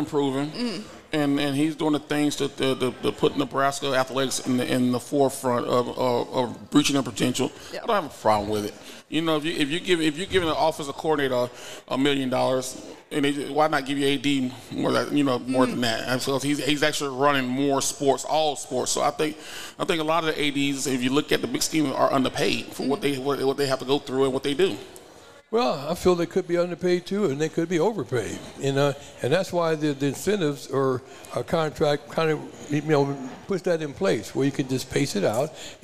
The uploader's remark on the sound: The Run Live at Hurrdat Sports Bar & Grill